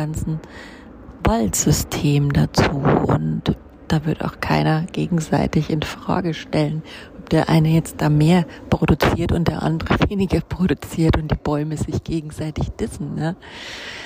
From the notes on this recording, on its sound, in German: live aus dem Park